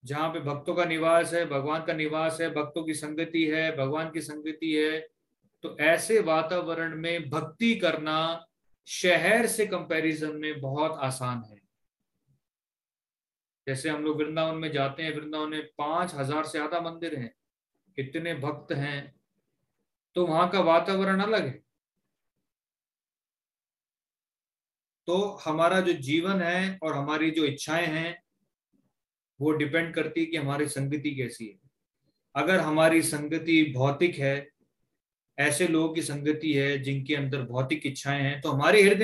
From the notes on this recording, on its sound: Zoom recorded class